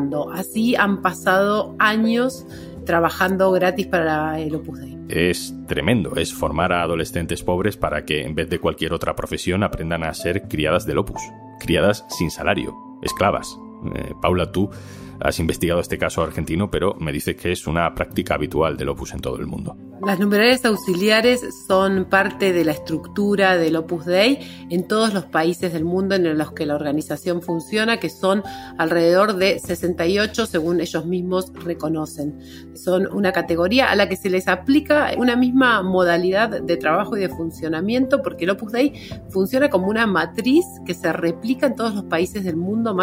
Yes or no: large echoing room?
no